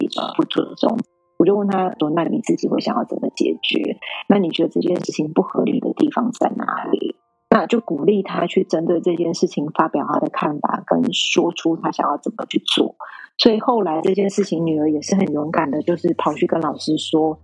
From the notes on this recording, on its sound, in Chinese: 本集音質稍差，懇請見諒！